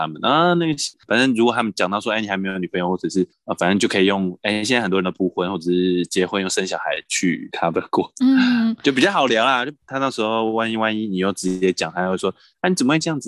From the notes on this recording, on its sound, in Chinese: 遠端錄音敬請見諒